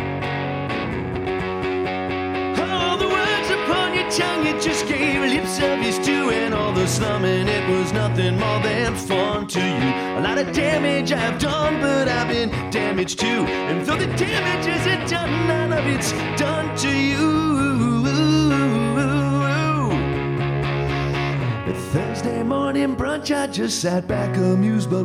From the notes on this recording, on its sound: in front of an audience at the Goose Island Tap Room for an interview and intimate solo performance.